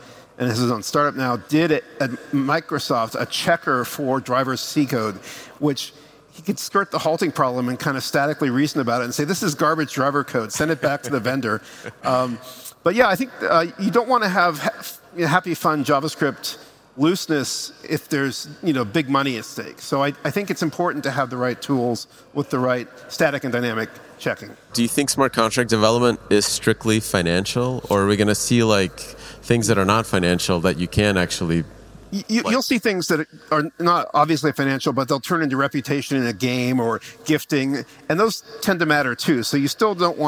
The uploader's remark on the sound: Live from Breakpoint 2021